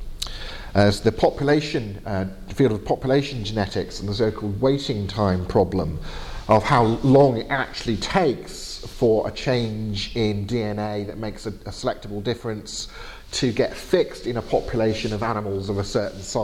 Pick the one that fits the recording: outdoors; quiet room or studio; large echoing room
large echoing room